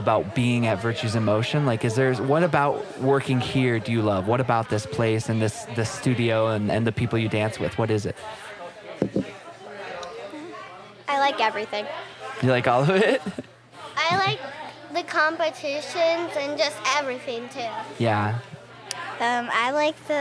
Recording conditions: background noise